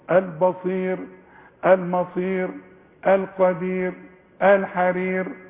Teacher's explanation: وكل راء قبلها ياء عند الوقف ما لكش دعوه بتشكيلها سكنها ورققها في عموم المصحف